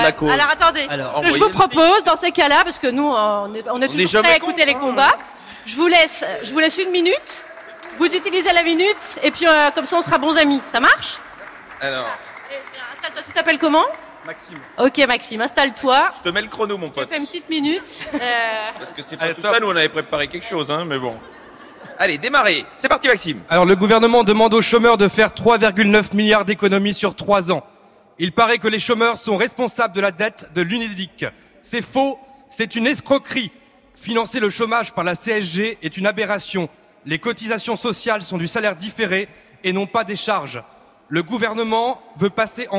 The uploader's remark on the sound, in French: En direct du festival Séries Mania à Lille